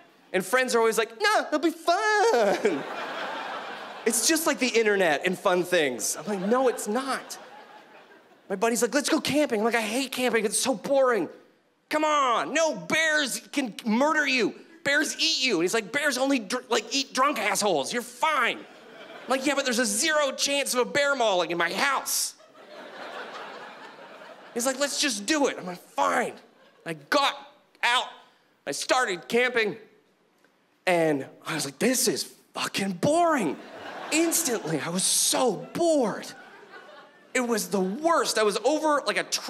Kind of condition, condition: setting, live audience